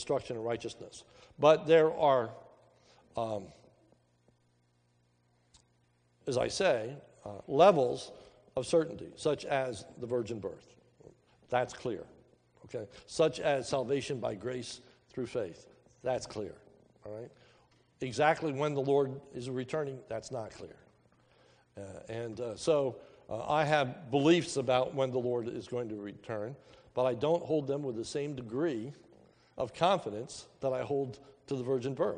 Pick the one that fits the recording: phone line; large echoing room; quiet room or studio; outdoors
large echoing room